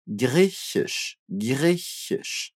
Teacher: Começando com um chiado fraco, griech, e depois aquele chiado mais forte, griechisch.